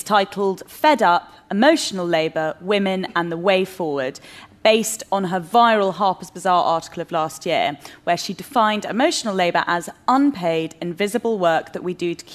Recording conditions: live audience